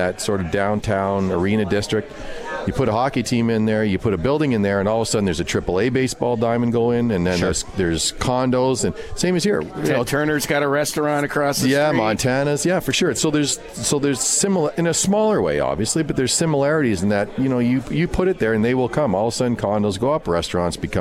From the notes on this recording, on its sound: Comets Insider live from Swifty's.